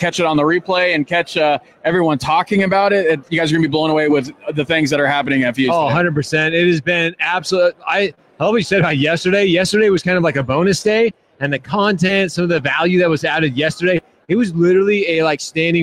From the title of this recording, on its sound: Shred #LIVE from AIME Fuse 2019!